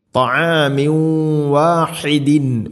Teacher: ത്വആമിൻ ഐന് തൊണ്ടയുടെ മധ്യഭാഗം ത്വആമിൻ വ തൻവീനു ശേഷം വ ഇദ്ഗാം ബിഗുന്ന തൻവീനിനെ വ എന്ന അക്ഷരത്തിലേക്ക് ഇദ്ഗാം ചെയ്ത് മണിച്ചുകൊണ്ട് ഉച്ചരിക്കണം